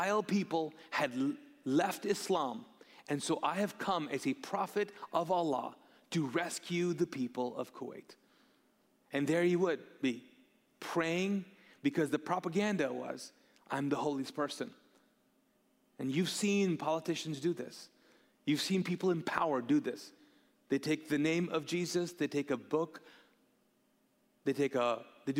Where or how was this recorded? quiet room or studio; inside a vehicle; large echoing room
large echoing room